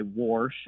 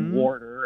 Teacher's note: I hear that extra R get added occasionally · Term: R insertion